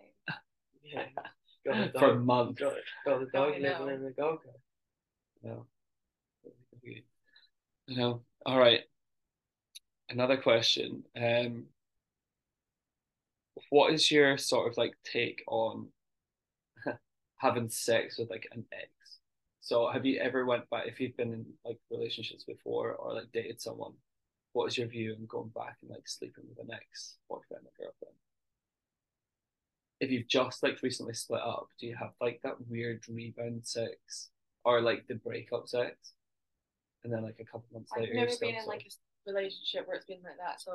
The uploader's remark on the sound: Apologise about the quality of the audio as it kept jumping in and out.